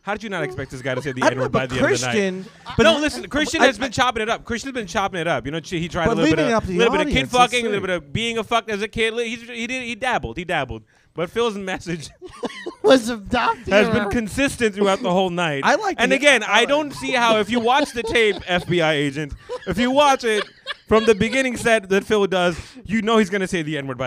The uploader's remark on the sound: LIVE SHOW - Freaking Madness Comedy Competition at Wawa Social Club